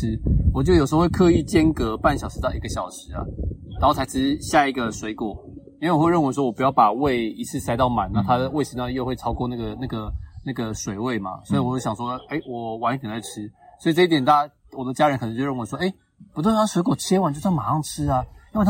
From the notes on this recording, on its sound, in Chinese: 錄製地點是"臺中東豐鐵馬道"